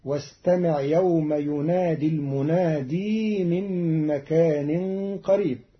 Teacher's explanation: قرأ قالون كلمة المنادي بإثبات ياء زائدة وصلا